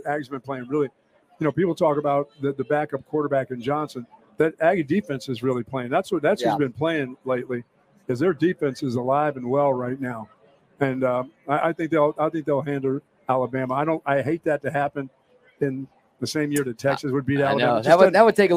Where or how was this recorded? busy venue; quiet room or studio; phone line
busy venue